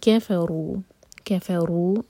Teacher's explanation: را ہیوی اور چار حرکہ لمبا